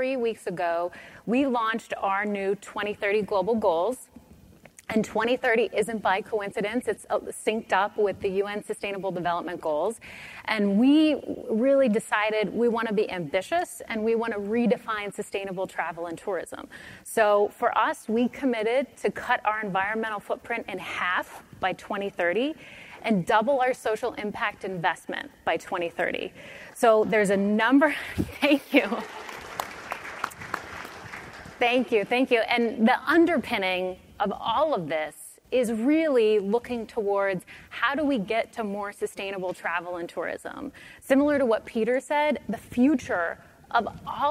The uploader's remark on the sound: The best of live interviews from GreenBiz events.